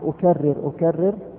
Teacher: ارتعاد رأس اللسان، لو تجربون تجدون أن رأس اللسان يرتعد، تأخذه رعدة أو يرتعش عند ما تقوم بهذه العملية. · Term: التكرار